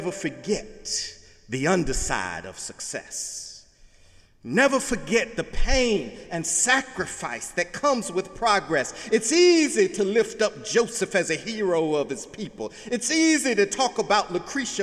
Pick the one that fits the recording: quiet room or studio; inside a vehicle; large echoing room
large echoing room